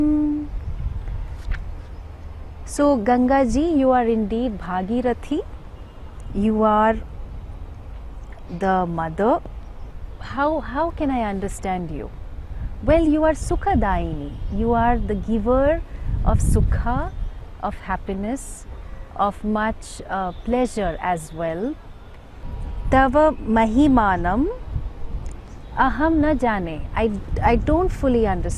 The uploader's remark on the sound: recorded on her holy banks in Rishikesh